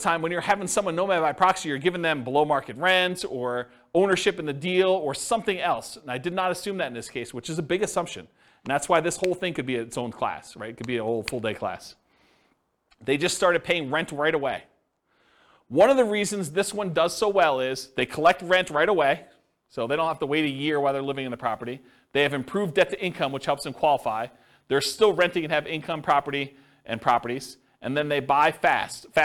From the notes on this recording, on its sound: This was a live class recorded